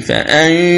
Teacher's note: من الهمزة انتقل إلى الشين يكون مهيأ ومستعد للنطق بالشين ولهذا عند النطق بها تسمع صويت يسير لحرف الشين لأنك مستعد بالنطق بها لكن لا يكون يعني أقوى من الإخفاء أو النون التي تخرج